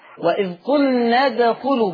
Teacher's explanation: بيني قلقلة الدال، تحريك حرف الدال